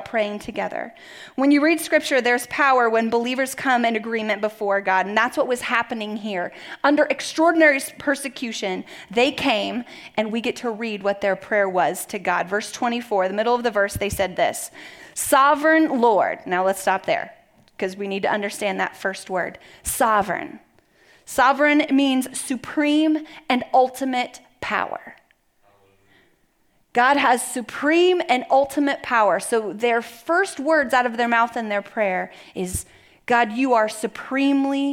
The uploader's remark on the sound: Message delivered at the Benicia campus